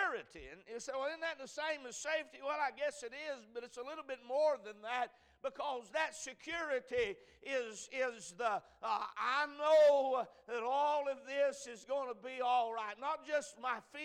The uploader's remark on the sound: A message preached at Crossroads Baptist Church